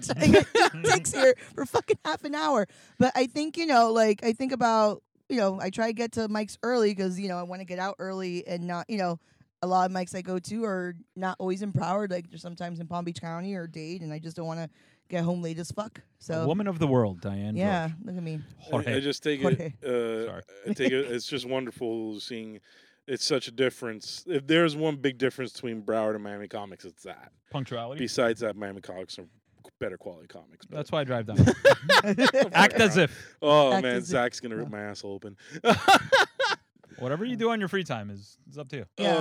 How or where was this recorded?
inside a vehicle